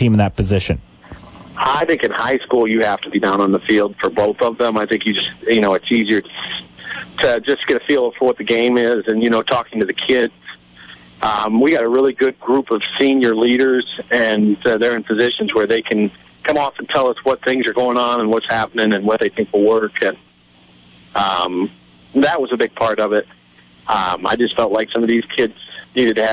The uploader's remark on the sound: Joins by phone to preview Week 5 high school football action.